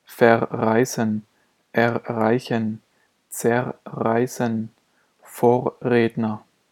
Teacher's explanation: Wenn in einem Wort ein vokalisches und ein konsonantisches R aufeinander folgen, werden beide nacheinander gesprochen.